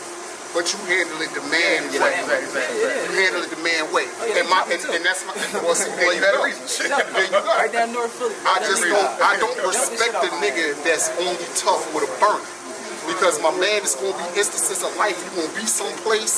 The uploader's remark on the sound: On Location At The Wissahickon Bar And Bistro 5109 Rochelle Ave. Philadelphia, PA 19128.